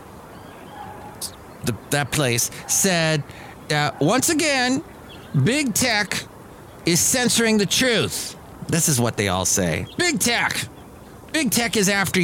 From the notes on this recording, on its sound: podcasts live from Cafe Anyway